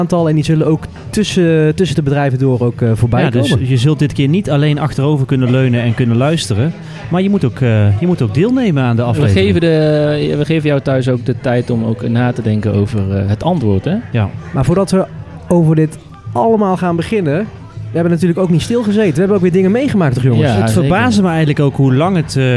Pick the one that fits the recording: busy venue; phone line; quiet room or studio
busy venue